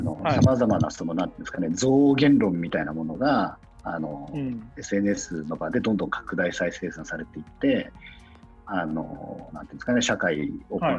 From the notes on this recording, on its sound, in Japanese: 収録はzoomを活用して遠隔で行いました。音声が聞きづらい部分がある点、ご了承ください。